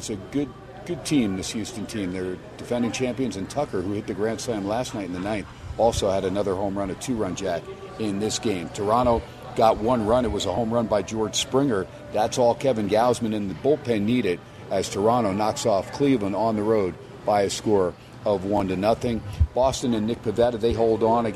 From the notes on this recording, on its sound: "Live" from #SteinersPub in #LasVegas. SPORTSXRADIO HUMP DAY AT STEINERS PUB.